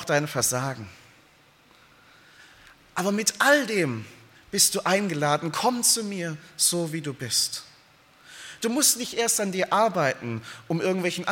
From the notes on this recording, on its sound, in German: aus dem Konfirmations-Gottesdienst der Liebenzeller Mission